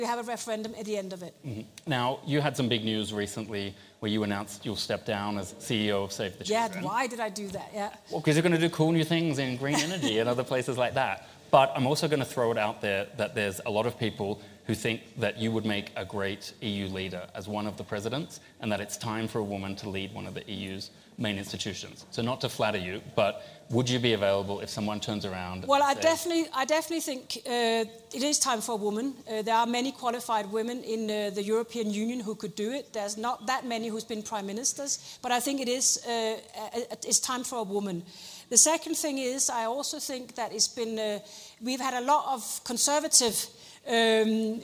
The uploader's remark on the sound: Today’s pop-up podcast from the World Economic Forum. Speaking before an audience at a live taping of the podcast in Davos.